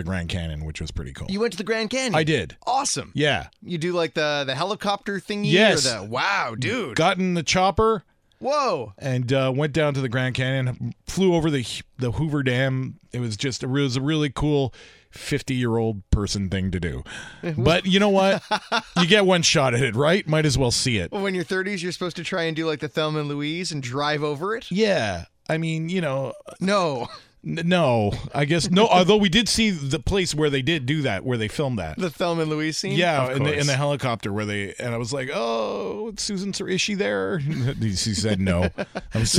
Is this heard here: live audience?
no